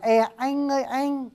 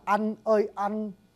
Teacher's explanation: sánh hiệp đây mình nói cái chữ anh mà anh đó mình viết sai quý vị nhá, người Bắc thật ra đọc là anh, họ đọc là e anh ơi anh, chữ e không phải chữ a. Người Nam đọc là một cái âm a mà a bị lái · Shown in: second take · giống như tiếng Anh nó có chữ a nửa e, thậm chí the hat of the man đó, cái âm đó nó không a nó không e mà nằm ngay giữa.